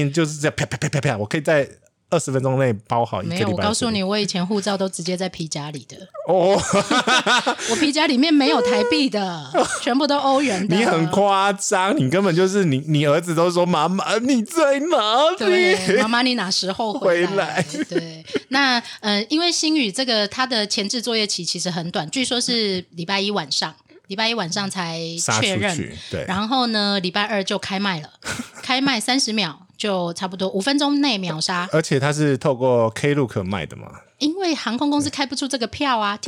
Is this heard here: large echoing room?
no